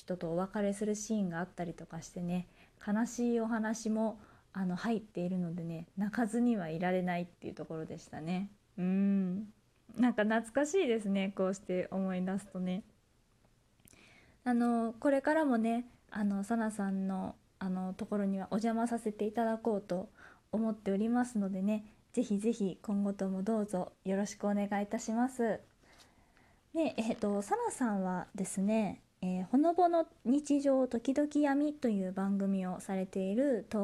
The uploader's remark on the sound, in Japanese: 自宅でスマホによる収録のため様々な騒音が収録されています、ご了承ください。キッチンのすみっこで。